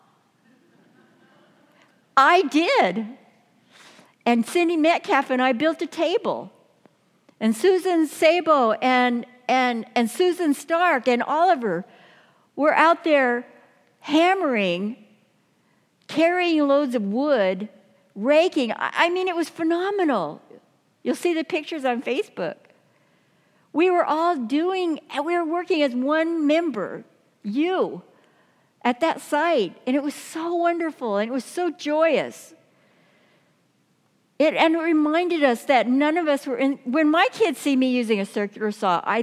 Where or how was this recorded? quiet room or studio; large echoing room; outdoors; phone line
large echoing room